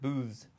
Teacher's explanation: he had a Z sound at the end to pluralize it, which sounds like booths.